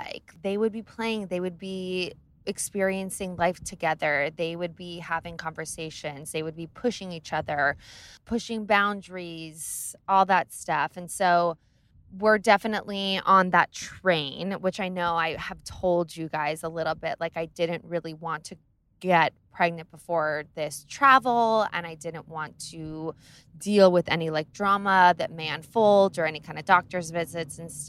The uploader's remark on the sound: Taking you on the road from Southampton to NYC! I literally did this in my car while driving in the most insanely bonkers traffic I’ve ever been in.